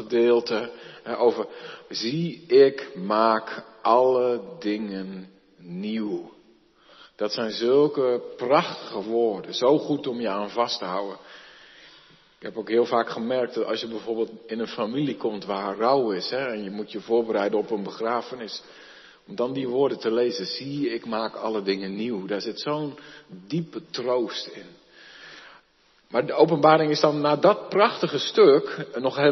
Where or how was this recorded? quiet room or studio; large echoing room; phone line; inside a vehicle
large echoing room